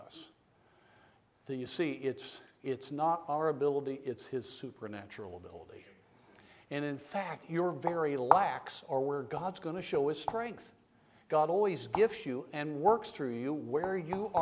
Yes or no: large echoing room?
yes